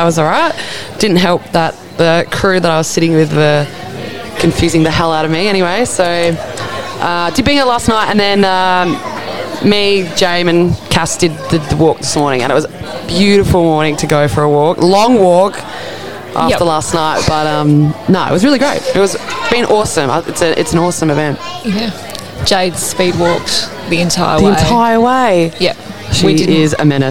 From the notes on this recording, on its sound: It was recorded live at the Wudinna Game On event in early March! You'll have to ignore the background noise as best you can.